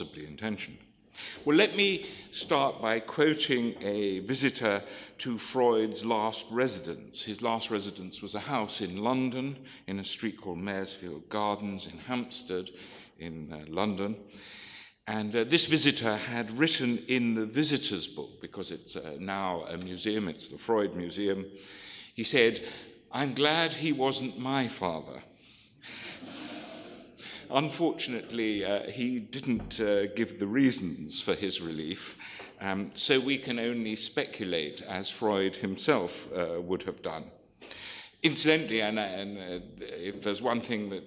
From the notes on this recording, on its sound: This lecture is from the 2014 meeting of the Property and Freedom Society